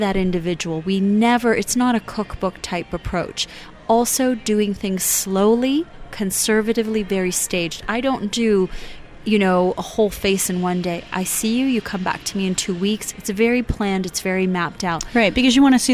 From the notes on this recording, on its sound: BEaUty Inside and Out was Live at Aesthetic Everything Show in Scottsdale, AZ.